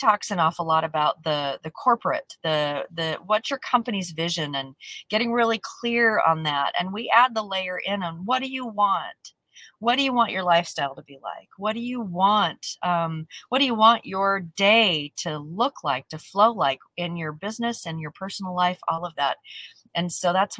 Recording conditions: inside a vehicle